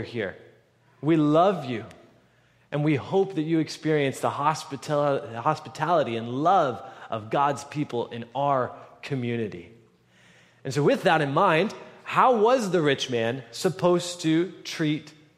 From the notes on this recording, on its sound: At the November 12, 2023 Sunday morning services of Boca Raton Community Church in Boca Raton, Florida.